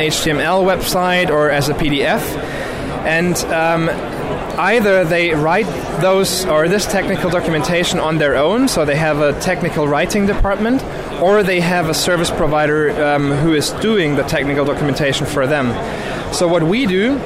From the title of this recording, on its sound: Live from the Floor of Augmented World Expo 2018